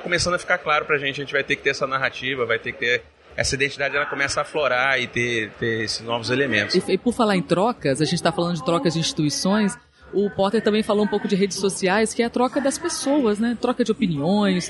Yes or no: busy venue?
yes